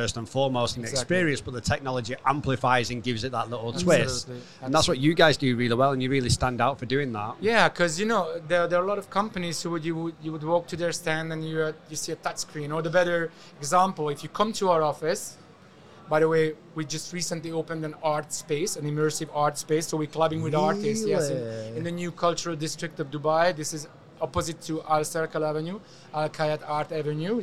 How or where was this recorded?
busy venue